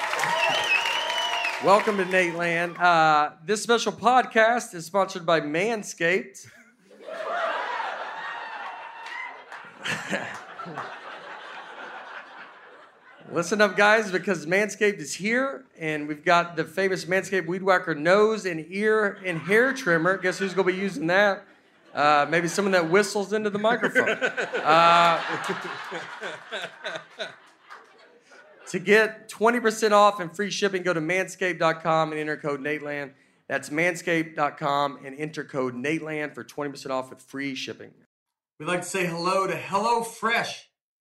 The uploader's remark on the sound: We take the show to Zanies Comedy Club in Nashville, Tennessee for our first ever episode in front of a live audience. Recording & Editing by Genovations Media.